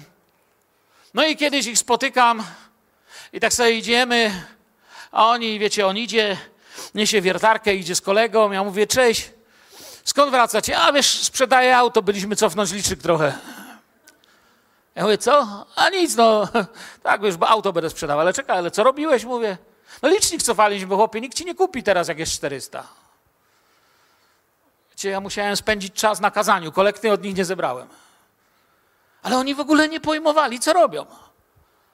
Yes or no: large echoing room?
yes